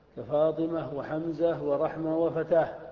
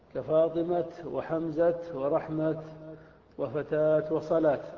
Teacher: فإن الوقوف على ذلك عند جمهور العرب يكون بالهاء كفاطمة وحمزة ورحمة وفتاة، وعند بعض العرب الوقوف يكون بالتاء